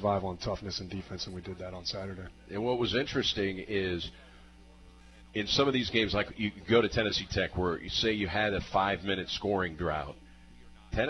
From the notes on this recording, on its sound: Live from Wings ETC!